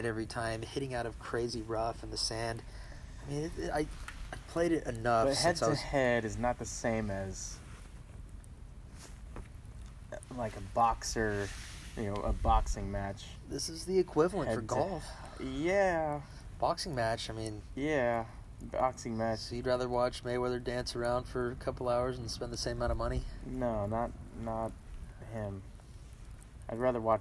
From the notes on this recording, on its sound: travels out to the country to have a fireside chat